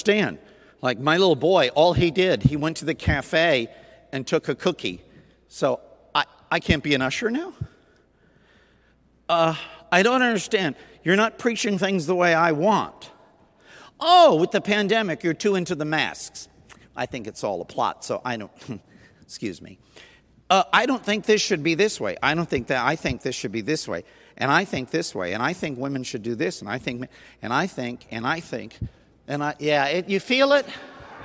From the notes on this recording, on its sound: Sunday Night Recorded at Southtowns Christian Center.